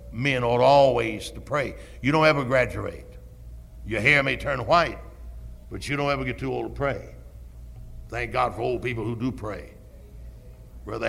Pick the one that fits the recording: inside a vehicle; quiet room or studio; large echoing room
large echoing room